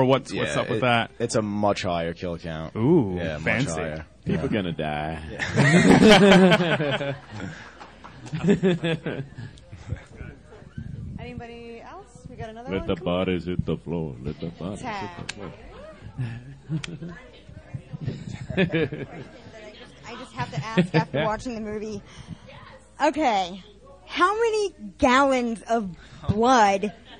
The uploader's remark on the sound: Pop Rock n' Horror Convention | Gettysburg, PA | June 2, 2019